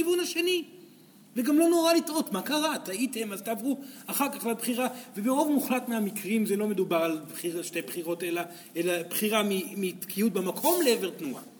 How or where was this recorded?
live audience